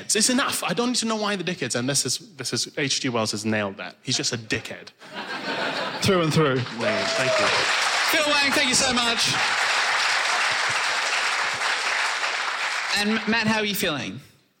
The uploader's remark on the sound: Recorded live in London.